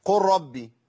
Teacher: فين اللام ادغمت في الراء ادغاما ايه كاملا بقت الراء مشدده · Term: الادغام